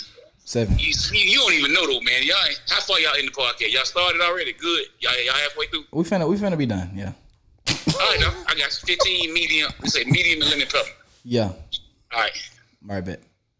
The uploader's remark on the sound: The episode starts off with a surprise phone call